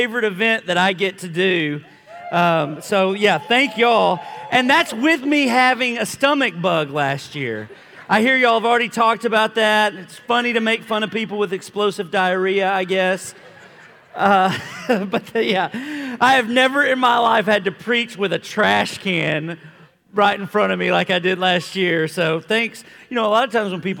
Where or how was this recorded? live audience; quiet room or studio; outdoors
live audience